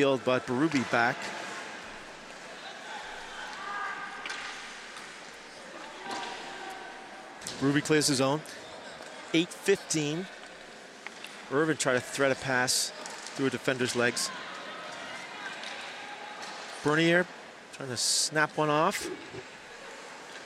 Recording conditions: busy venue